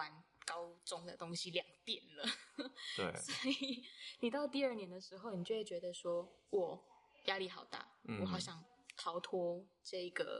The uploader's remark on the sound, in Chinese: 近期我們收到很多關於聲音品質不足的回饋。可能有時候錄音的地點限制，後製處理如降噪音等後會降低一些聲音。